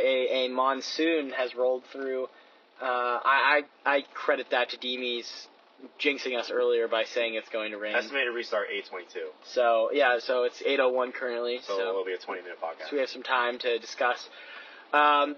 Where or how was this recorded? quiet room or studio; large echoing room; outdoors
outdoors